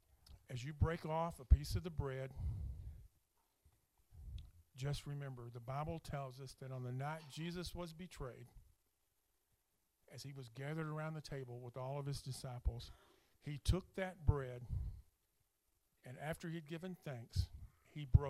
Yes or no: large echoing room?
yes